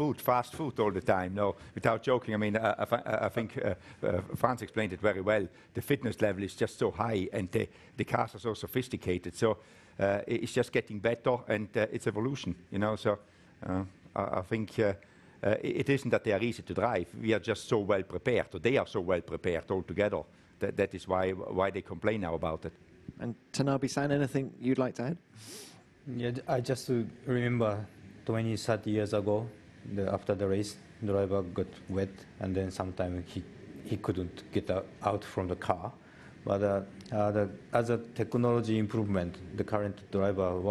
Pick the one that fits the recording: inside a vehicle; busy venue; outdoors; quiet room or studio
busy venue